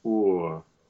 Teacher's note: no R as a consonant. There it just reduces to schwa in that little diphthong